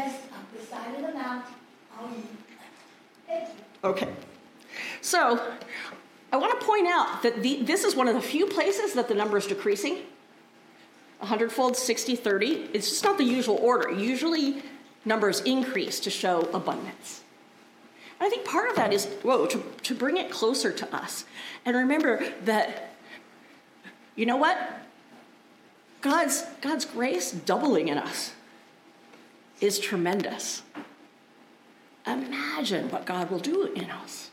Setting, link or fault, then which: setting, large echoing room